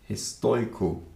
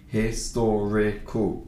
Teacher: it's almost like the R is completely gone and you're just pronouncing O and an I together, which makes an oi. · Shown in: first take